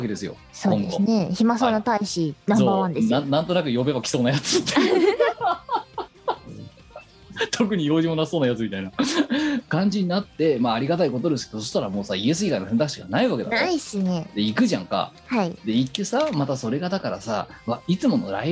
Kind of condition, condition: link, video call